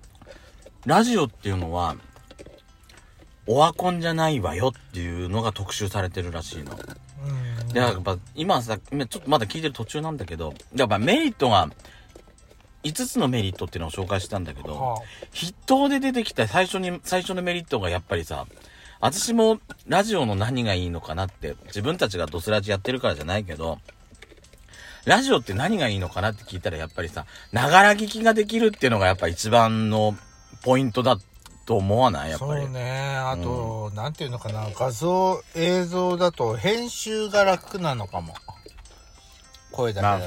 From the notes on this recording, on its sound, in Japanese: パーキング収録。